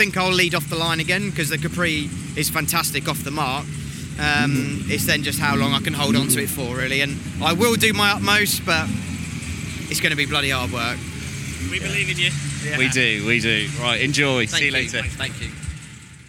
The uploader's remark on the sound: The Sounds of Goodwood Members Meeting 2023. Throughout the two-day event.